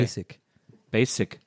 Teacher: Das ist eher ein schärferes S und nicht ein weiches S.